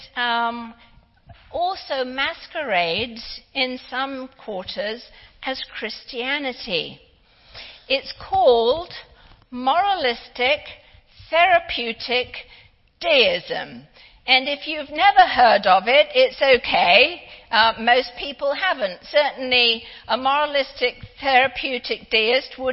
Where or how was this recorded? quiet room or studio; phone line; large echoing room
large echoing room